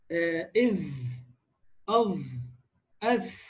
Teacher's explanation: طرف اللسان برضو مع أطراف الثنايا العليا، مش أصول الثنايا العليا، لا، طرف لسانك مع أصول السنتين اللي فوق كده، يعني ارقصها.